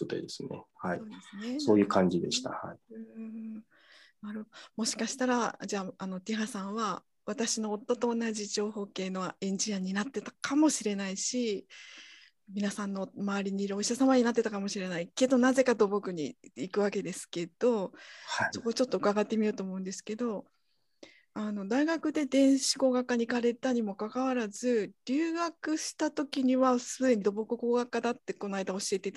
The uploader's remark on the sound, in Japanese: 収録場所： オンライン (Zoom)